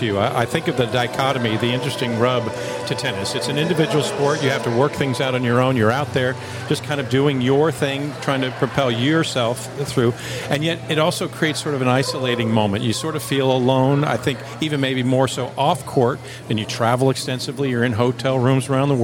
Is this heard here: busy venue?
yes